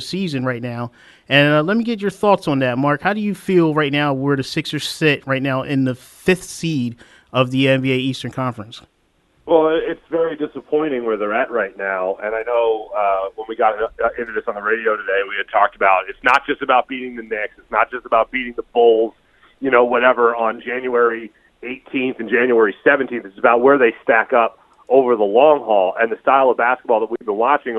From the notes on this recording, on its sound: joins the show on the CSB studio phone line today